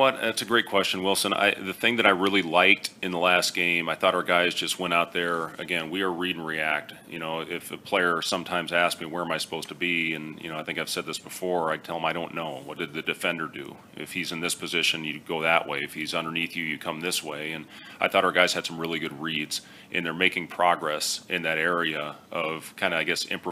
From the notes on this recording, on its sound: Weekly Press Conference